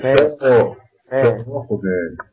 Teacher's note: الفاء نفسها رؤوس الثنايا العليا في بطن الشفه السفلى